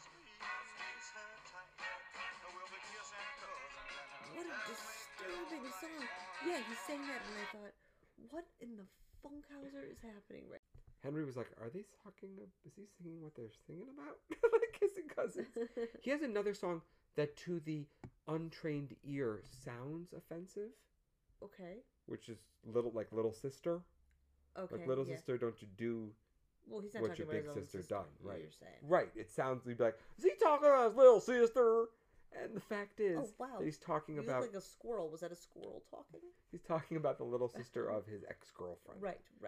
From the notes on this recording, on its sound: I forgot to turn the mic on when we recorded this so turn up the volume!